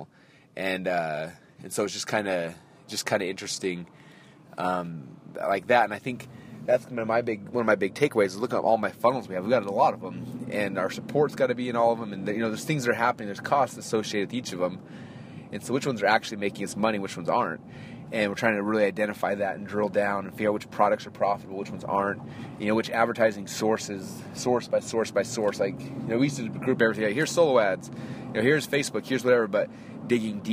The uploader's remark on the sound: On His Way To Jujitsu. I am doing a special Marketing in Your Car from inside the Mommy Mobile. I am actually driving right now to Jiu Jitsu.